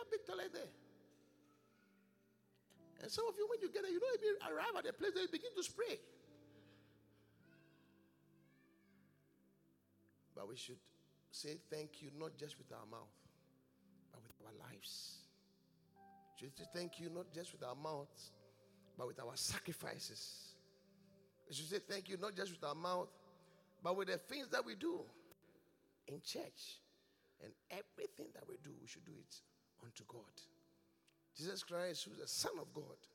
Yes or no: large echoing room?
yes